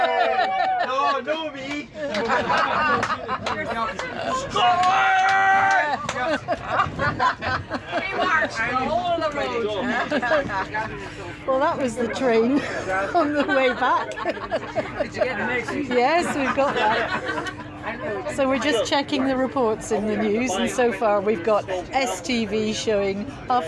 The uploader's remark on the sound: The All Under One Banner Edinburgh march for Scottish Independence. Hear what a train carriage full of tired, happy Yessers sounds like!